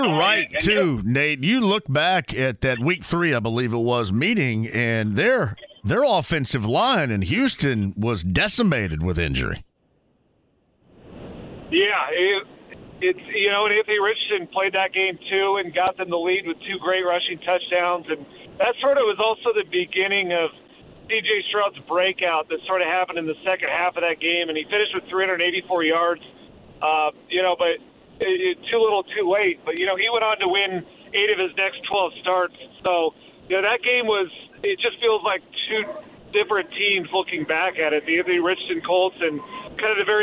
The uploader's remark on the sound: closes out the first hour with a phone call!